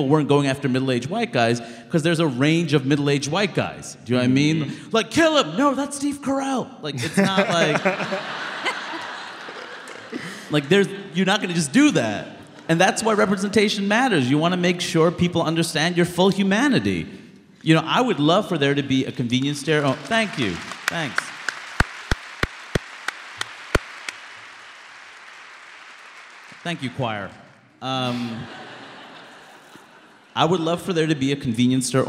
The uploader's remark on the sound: Live From Chicago